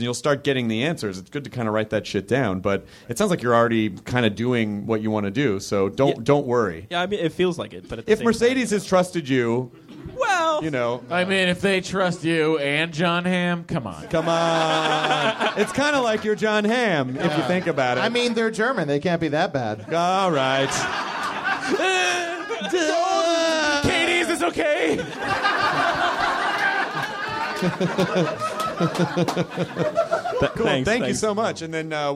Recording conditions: live audience